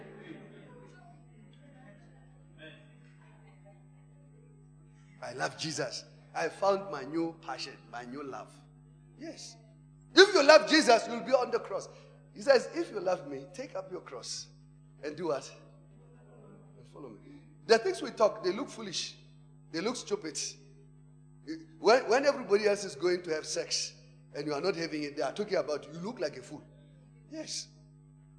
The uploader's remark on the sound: Preached at Emmanuel Christian Church, Arcadia Campus (Proton Church).